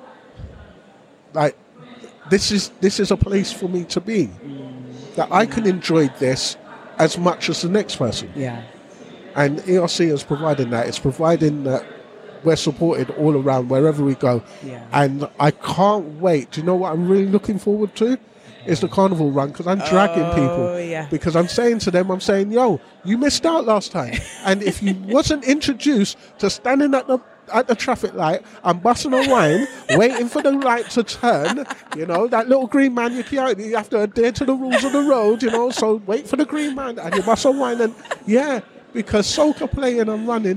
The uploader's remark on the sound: recorded live last May from the Emancipated Run Crew stand at The National Running Show South